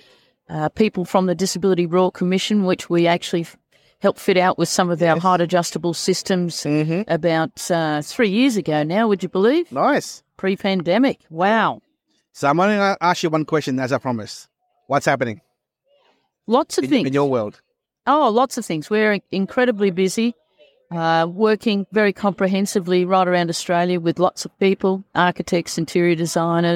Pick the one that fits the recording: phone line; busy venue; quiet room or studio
busy venue